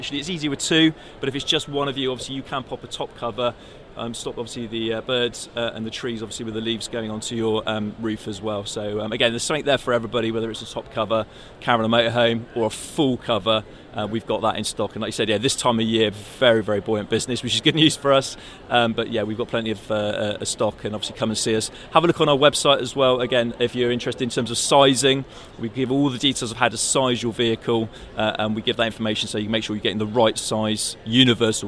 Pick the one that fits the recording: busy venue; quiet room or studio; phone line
busy venue